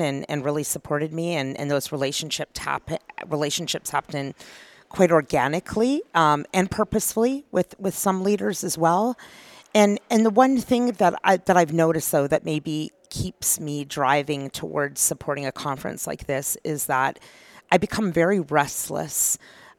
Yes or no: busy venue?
yes